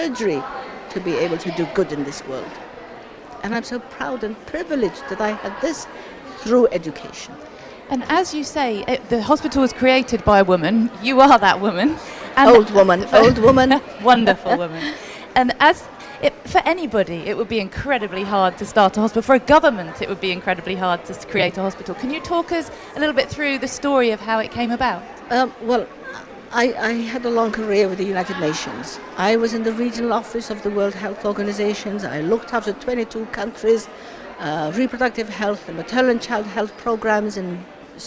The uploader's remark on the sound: live at the Emirates Airline Festival of Literature